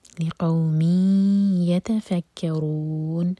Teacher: میم کی تنوین کے بعد یا تو ادغام غنہ کے ساتھ، تو ناک میں آواز لے جائیں گے اور دو سیکنڈس کا ٹائم دیں گے. لقومی یتفکرون، ان میں نون کو ساکن کریں گے تو مد عارض لسکون.